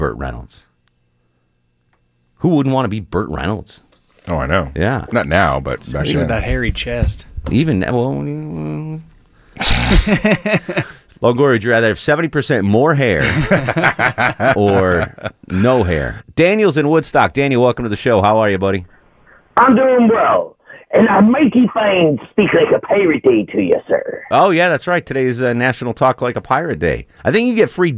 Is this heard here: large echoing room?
no